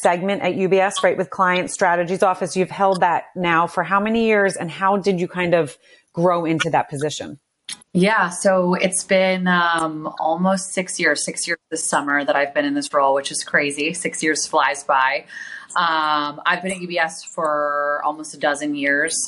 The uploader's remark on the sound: recorded live on Fireside